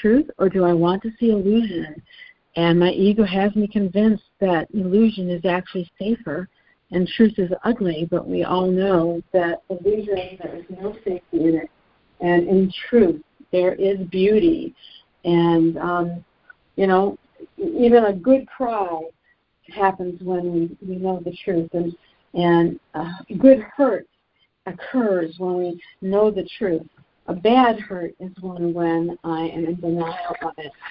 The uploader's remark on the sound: ACIM Daily Conference Call.